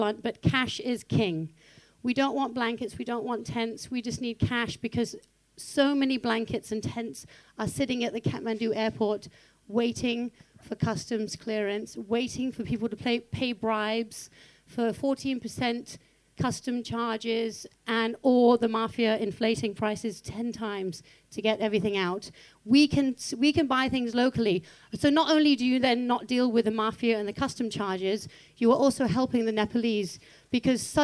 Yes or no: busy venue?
yes